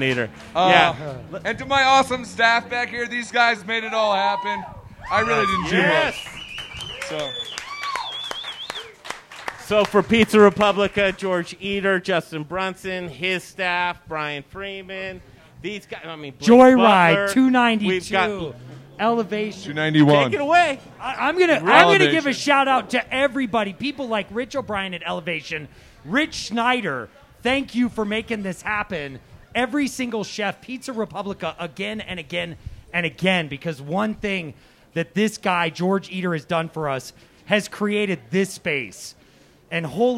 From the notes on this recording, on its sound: Live from Pizza Republica - Downtown Denver